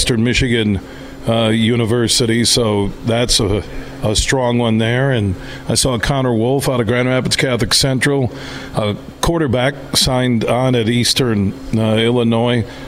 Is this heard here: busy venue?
yes